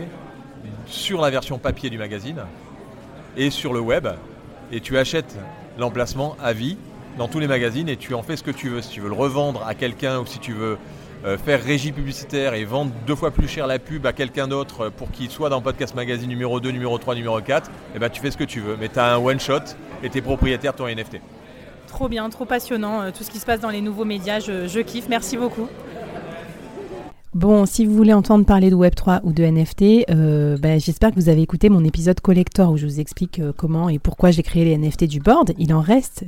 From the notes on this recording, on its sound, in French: j'ai pris mon micro cravate en direct du Paris Podcast Festival